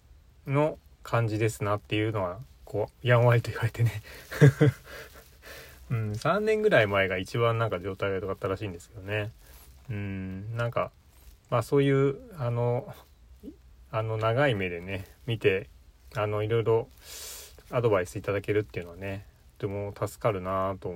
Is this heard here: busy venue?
no